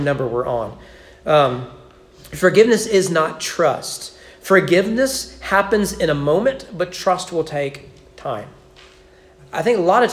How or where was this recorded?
large echoing room